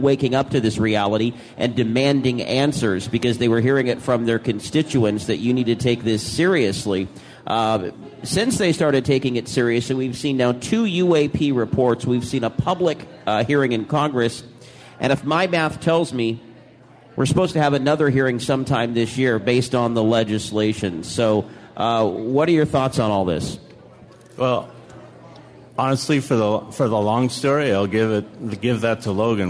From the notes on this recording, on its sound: LIVE! From the Oregon Ghost Conference in Seaside, Oregon.